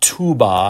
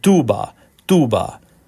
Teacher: And the T of tuba is supposed to be a little bit more subtle, but it is like the D in the word God. So not tuba, not a crisp T, tuba, not that, but tuba, tuba, a dental T. · Shown in: second take